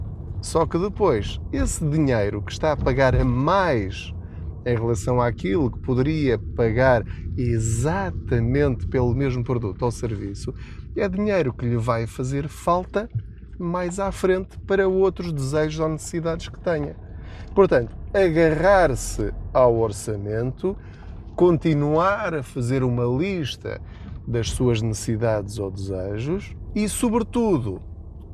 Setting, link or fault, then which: setting, inside a vehicle